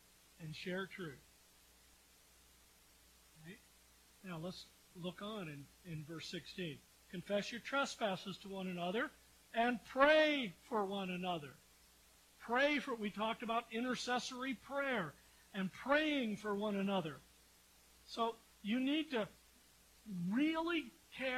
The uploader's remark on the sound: We apologize for the quietness and lower sound quality of this episode. Due to equipment failure, we weren't able to record the audio directly and had to pull the audio from our live-stream video recording.